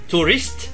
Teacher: Khi càng nhanh á, cái S cuối mình ngắt một cái là nó ra chữ T